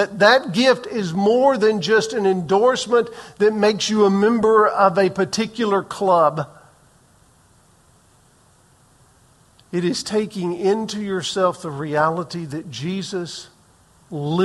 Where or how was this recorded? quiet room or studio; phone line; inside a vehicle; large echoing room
large echoing room